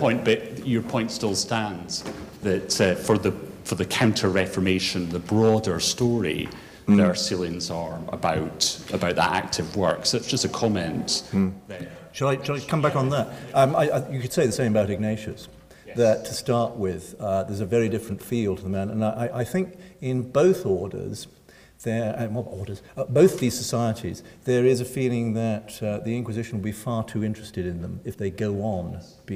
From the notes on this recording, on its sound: Recorded 30 April 2012 at St Cecilia's Hall, Edinburgh.